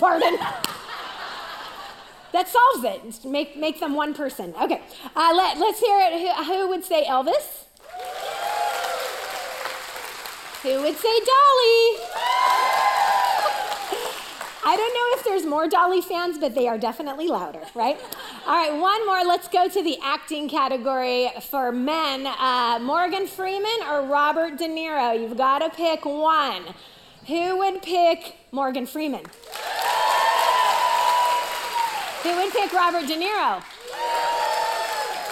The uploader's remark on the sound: Recorded live at CrossWinds Church on May 7, 2023.